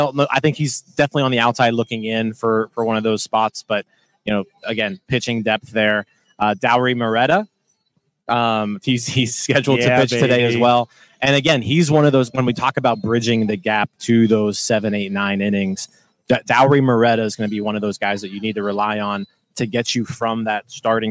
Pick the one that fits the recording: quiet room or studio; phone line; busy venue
busy venue